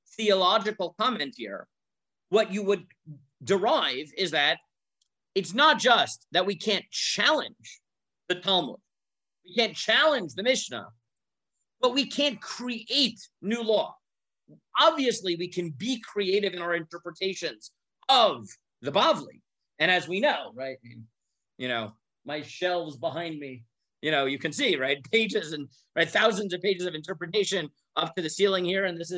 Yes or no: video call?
yes